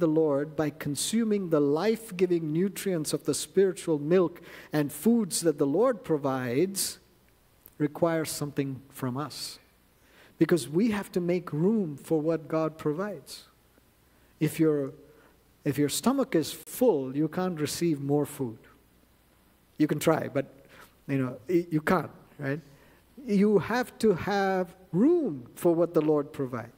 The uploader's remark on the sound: at New Life Fellowship Church, Concord, NC, on Sunday, November 5, 2023